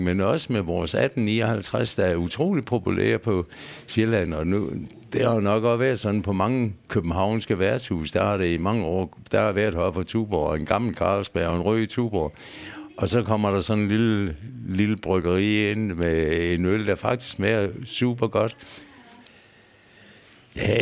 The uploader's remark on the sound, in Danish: Optaget på Bill’s Pub 47, Odense.